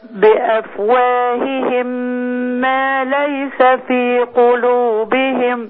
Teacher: ما تخليش غنة الميم في الميم تجري